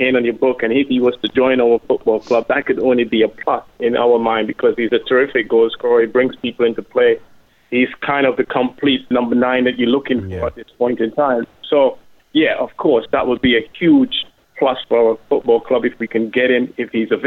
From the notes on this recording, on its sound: We hear the moment Liverpool are confirmed as Premier League champions as Manchester City lose at Chelsea. Ecstatic Reds fans call the Sports Bar as crowds gather at Anfield to celebrate.